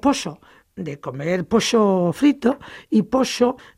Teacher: la ye de pollo y la elle de pollo se neutraliza en Madrid y en toda España prácticamente · Term: yeísmo